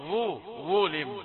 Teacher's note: هتقول في فرق بين ان بفتح الفم بيعبي هواء زفير وايه، لكن لما جيت أضم الفم استدار الفم كالخاتم وأصبح هواء الزفير اللي طالع منه قليل، يبقى ظو، ظلم. · Term: الدرجة الثالثة